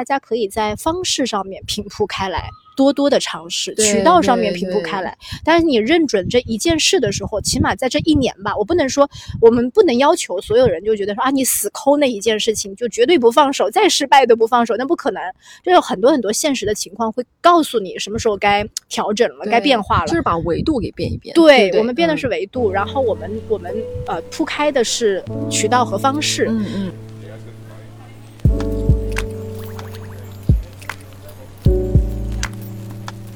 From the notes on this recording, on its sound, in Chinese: 本期录制在户外大草坪，和大家一起沐浴阳光感受微风